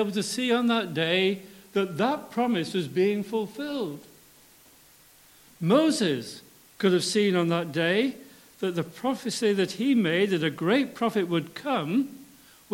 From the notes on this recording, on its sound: for our Palm Sunday Communion Service